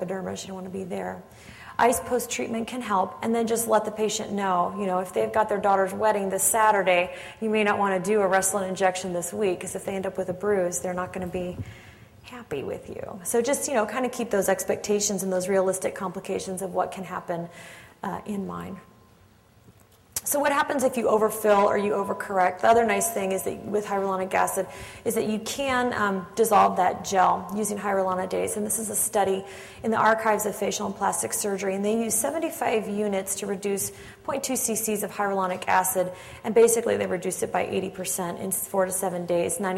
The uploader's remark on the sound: Audio podcast from the 6th Annual Fall Coference in Tampa, Florida.